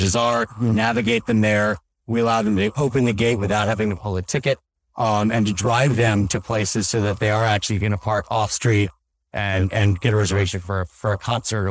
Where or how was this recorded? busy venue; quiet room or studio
busy venue